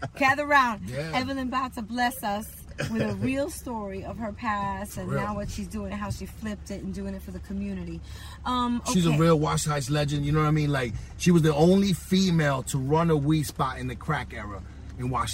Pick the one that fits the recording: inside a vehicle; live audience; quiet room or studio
inside a vehicle